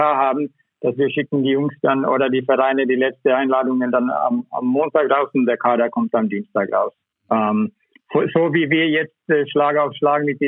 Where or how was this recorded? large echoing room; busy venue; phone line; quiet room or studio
phone line